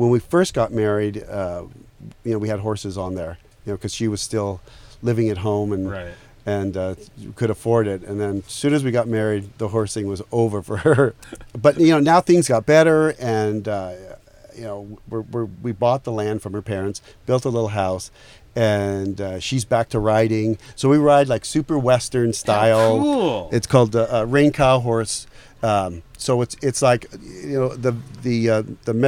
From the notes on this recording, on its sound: Our first episode recorded in the #YEWbus